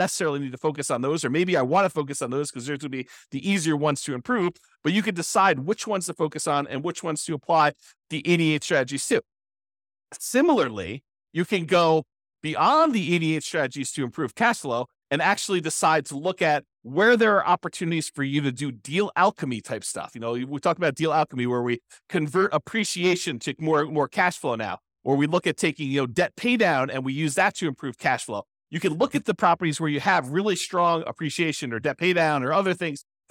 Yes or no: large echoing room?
no